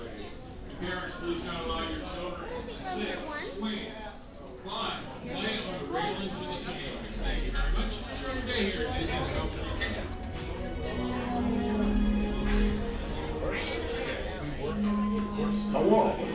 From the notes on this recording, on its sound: This is the game where we start in the esplanade, between DL and DCA and we enter one of the two parks, and you follow our path using just the audio clues you hear along the way. This wonderful walk thru of the parks.